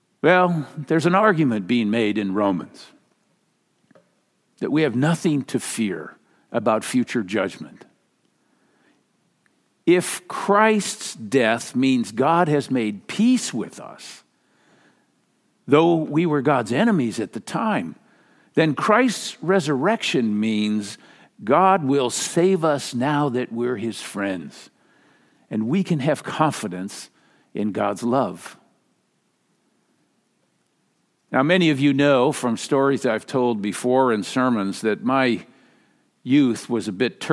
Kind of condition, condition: setting, large echoing room